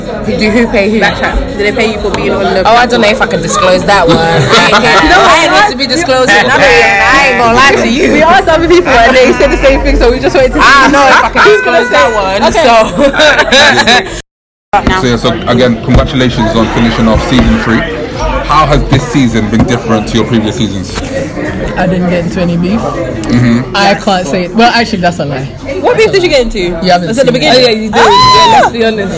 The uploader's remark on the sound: Caught up with the cast of BkChat London before they went on stage at the Season 3 Reunion